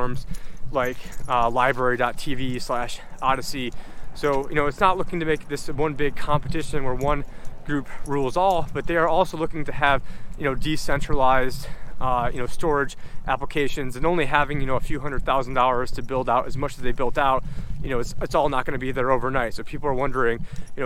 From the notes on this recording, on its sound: On this walk and talk